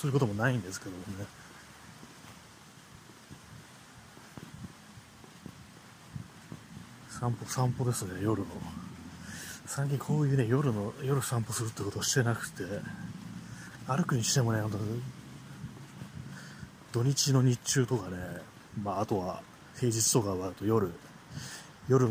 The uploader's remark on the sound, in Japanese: 散歩しながらの録音